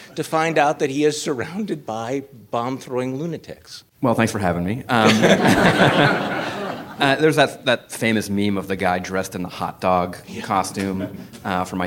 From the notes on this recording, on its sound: Live from TribFest.